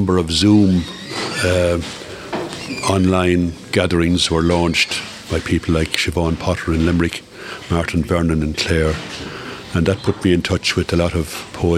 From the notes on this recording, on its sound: Live from Nualas in Tuamgraney.